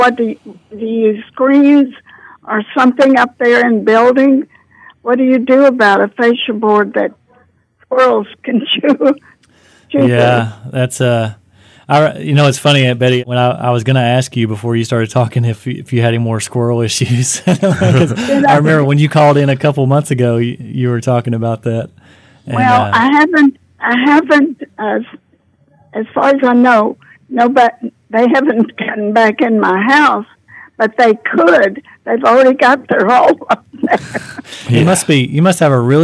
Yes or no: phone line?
yes